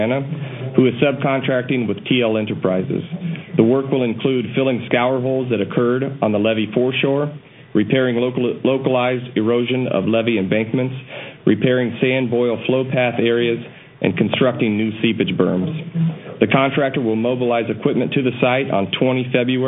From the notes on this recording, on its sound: Twice monthly conference calls